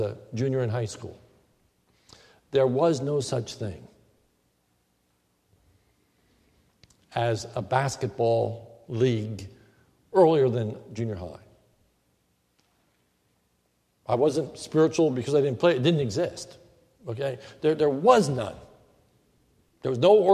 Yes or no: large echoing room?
yes